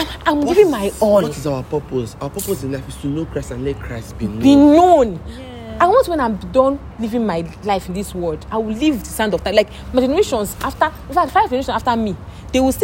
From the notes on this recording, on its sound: Forgive the background noise.